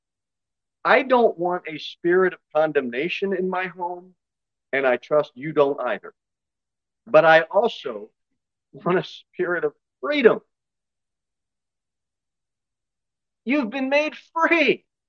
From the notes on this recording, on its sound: Sermon delivered at Pilgrim Baptist Church on Sunday, March 26, 2023, at 2:15 pm.